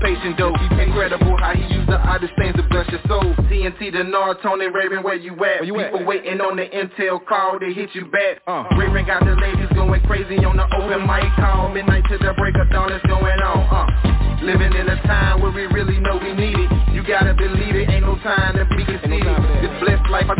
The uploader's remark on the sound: Conference Call